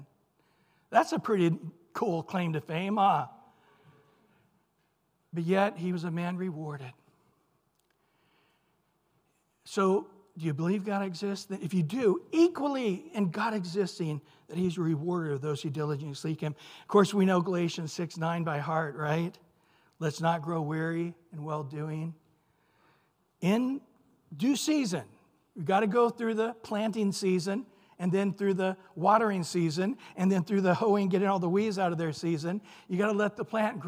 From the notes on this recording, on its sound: Recorded at Calvary Chapel of Los Alamitos